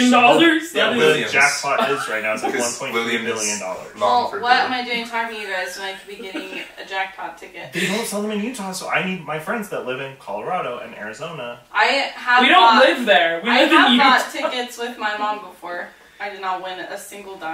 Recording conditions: poor sound quality